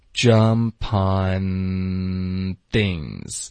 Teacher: 结尾的 t 其实也会省略，我们就发 we。这里 d 的音省略，我们的舌头也得顶上颚。也得导致一个干脆的停顿。如果你没有干脆停顿呢，在 thought 和 we 上，对方很有可能就听错。这个停顿是非常重要的。后面呢，get a 要连读，t 的音浊化，get a jump 跟 on 我们要连读，jump on，然后 on 结尾的这个 n 呢，大家咬舌尖发这个鼻音